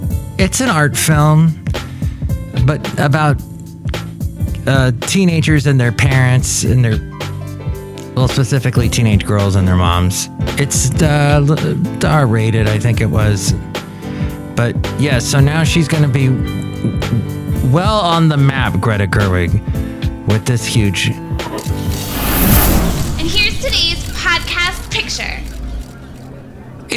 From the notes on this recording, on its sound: podcasts live from Cafe Anyway